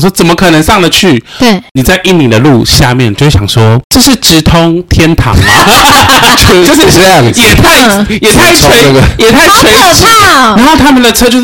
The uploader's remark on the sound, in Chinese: 這集音質很容易破音，大家都太激動了。